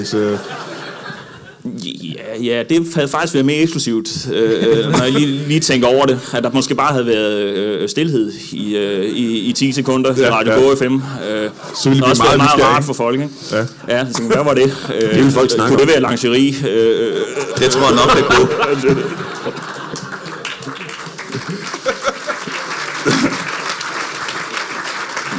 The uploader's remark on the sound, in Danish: LIVE fra Comedy Zoo i Aarhus